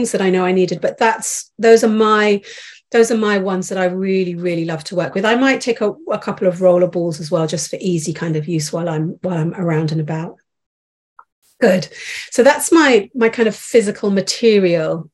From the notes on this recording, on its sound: This episode is from a live Call